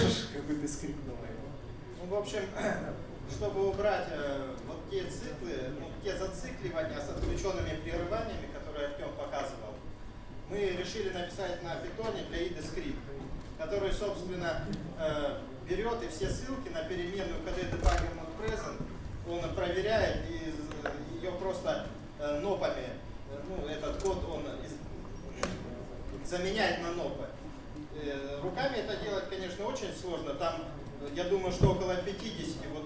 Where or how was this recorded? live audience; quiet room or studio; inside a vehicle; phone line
live audience